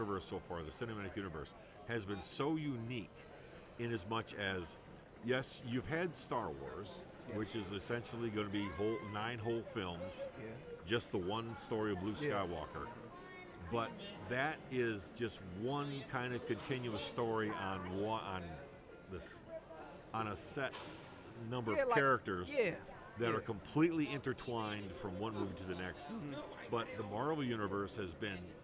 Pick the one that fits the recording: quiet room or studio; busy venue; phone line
busy venue